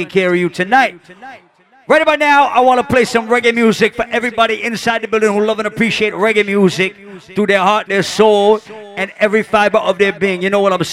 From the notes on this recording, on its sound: Live party audio from Island Saturdays on September 16th.